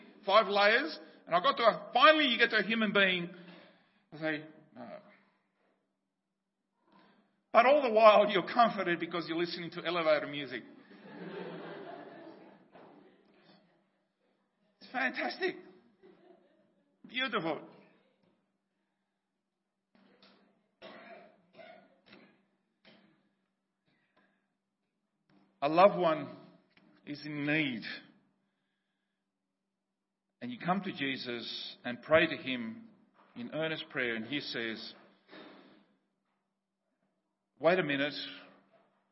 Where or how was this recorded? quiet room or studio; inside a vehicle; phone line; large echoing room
large echoing room